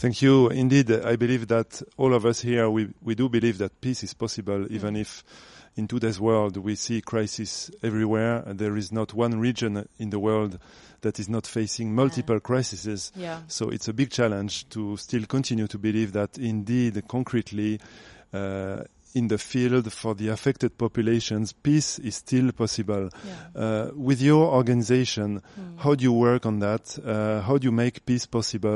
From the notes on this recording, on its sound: An interview recorded live at our Radio Corner on the Opening Day of Geneva Peace Week 2022 at Maison de la Paix in Geneva.